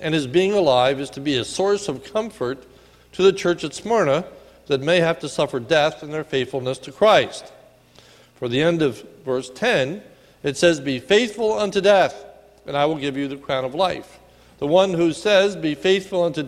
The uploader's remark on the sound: sermon recorded at the Lebanon Bible Fellowship Church in Lebanon, PA on 10/28/2018 during the evening service